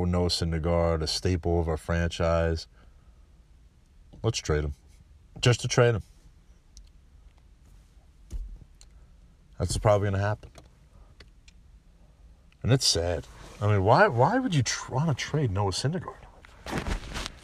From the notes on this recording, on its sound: I rant on the game of football in my car